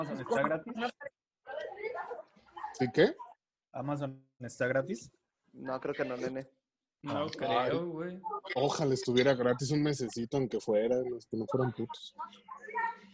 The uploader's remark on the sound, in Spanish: videollamada, todos en cuarentena. *En vivo desde casa.